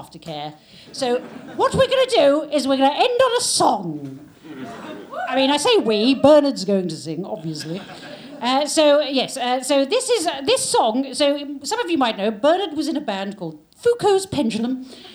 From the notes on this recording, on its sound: Live from London Podcast Festival. Recorded live. From the London Podcast Festival 2023.